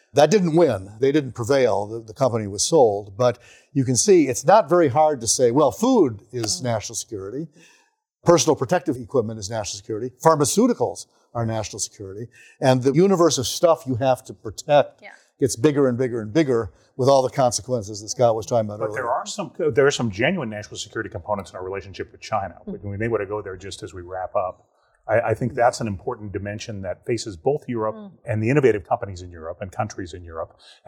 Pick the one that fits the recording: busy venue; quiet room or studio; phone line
busy venue